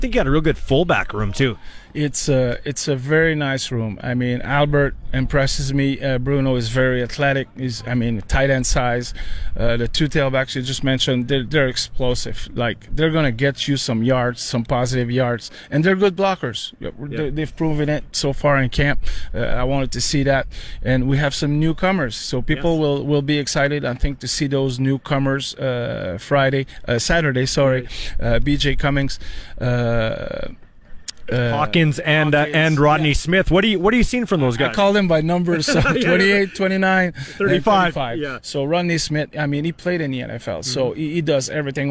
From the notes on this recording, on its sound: LIVE in Saskatoon for #Riders Training Camp